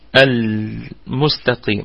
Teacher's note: اللام نراعي فيها صفة البينية بين الشدة والرخاوة